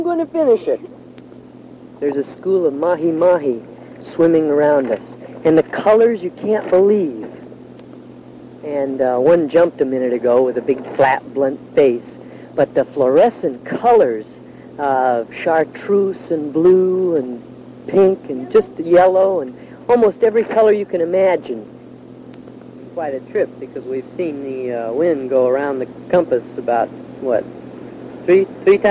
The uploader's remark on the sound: Narration made while surviving a tropical cyclone at sea in a 37’ trimaran